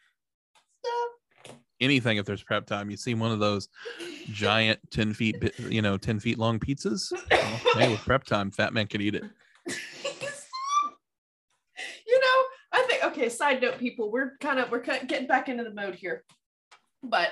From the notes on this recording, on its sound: This episode is in two parts thanks to Zoom